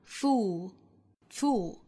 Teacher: 读成长音紧音的 oo, fool, fool,单词尾部有舌侧音，舌尖要去找上齿音。那 F-U-U-L 读成 full, full, full,其中包含的是松元